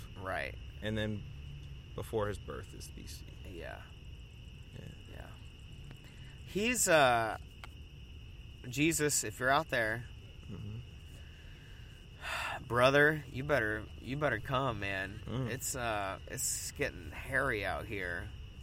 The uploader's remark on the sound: recorded at the outdoor studio (the park)